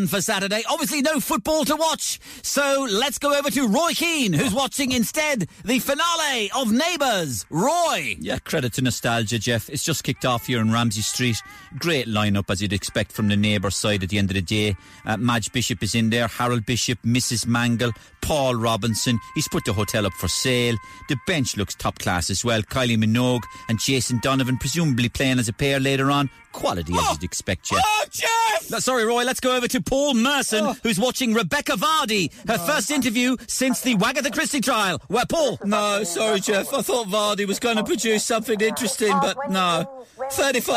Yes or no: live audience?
no